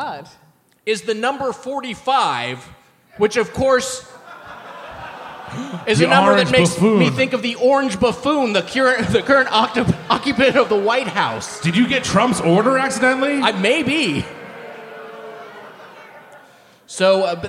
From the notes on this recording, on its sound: Recorded live at the Neptune Theatre.